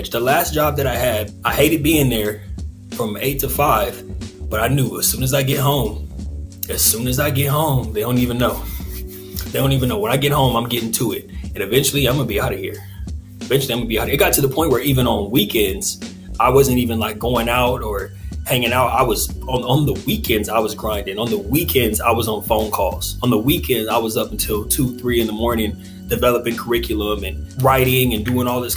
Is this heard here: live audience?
no